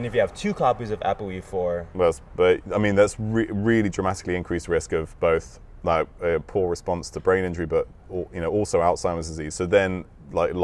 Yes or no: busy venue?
yes